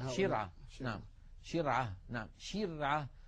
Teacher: فهكذا نجد بأن الشين لا ينقفل المخرج عند النطق بها، بل يبقى مفتوحا يمر منه الصوت.